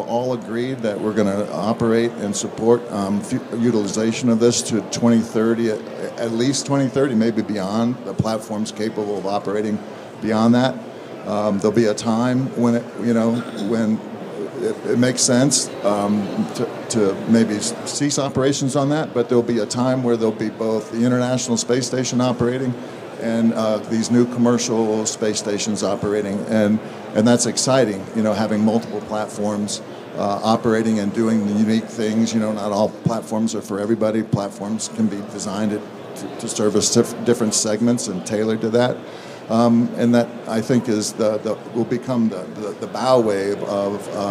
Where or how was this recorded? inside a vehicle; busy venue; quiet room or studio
busy venue